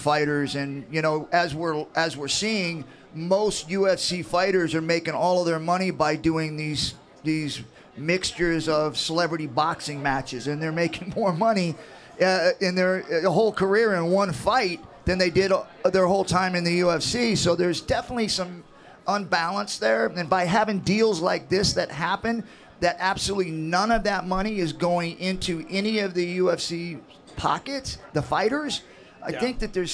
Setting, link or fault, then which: setting, busy venue